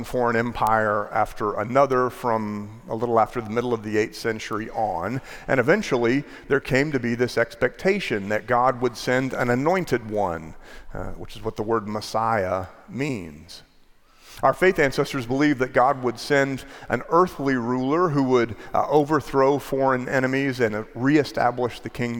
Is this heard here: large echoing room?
yes